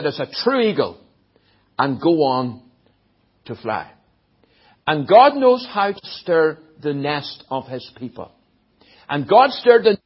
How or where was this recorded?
large echoing room